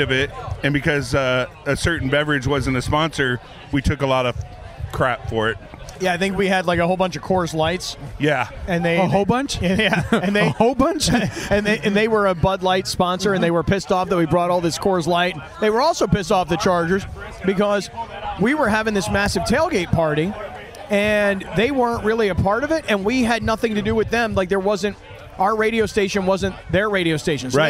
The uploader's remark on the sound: Took his recording equipment to the Swoopin D tailgate and talked to everyone who stopped by the first ever Fleet game.